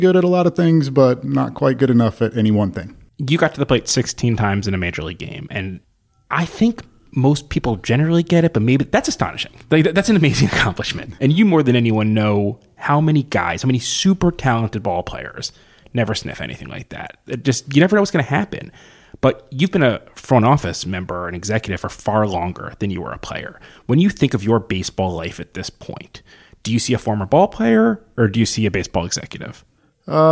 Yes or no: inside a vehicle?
no